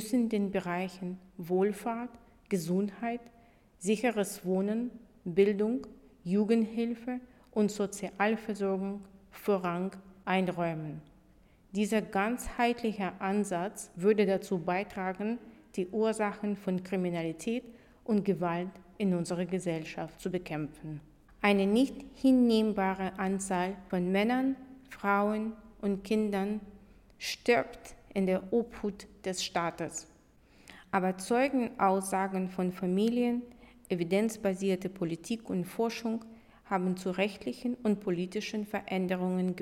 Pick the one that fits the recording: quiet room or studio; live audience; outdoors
live audience